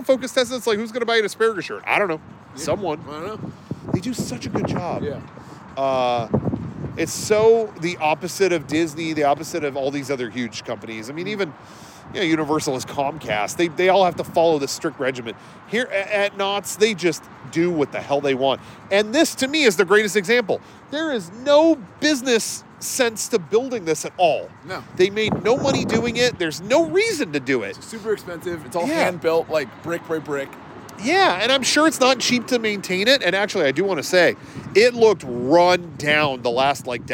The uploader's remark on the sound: This time, we're outside the gates. Knott's Berry Farm's perfect replica of Independence Hall that isn't even inside the park.